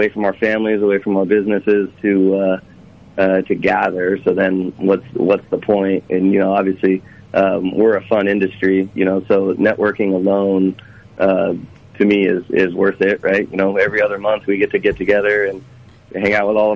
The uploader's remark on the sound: calls in to Brew Ha Ha